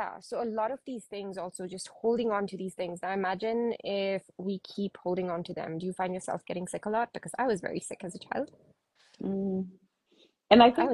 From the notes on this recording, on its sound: an Instagram Live